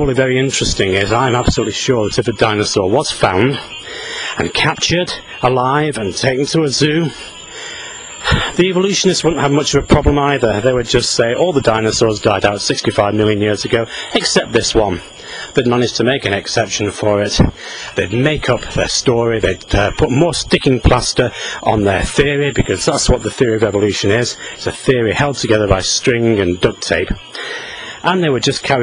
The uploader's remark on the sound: while out walking his dog